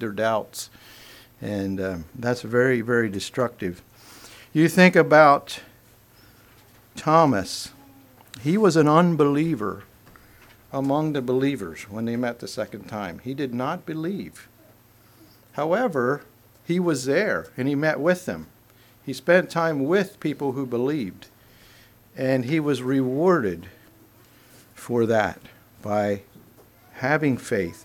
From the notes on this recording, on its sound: Message preached at Word of Hope